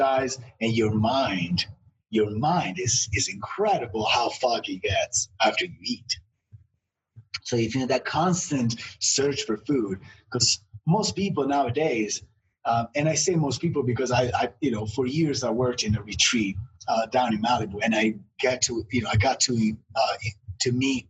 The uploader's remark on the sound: sat down on Zoom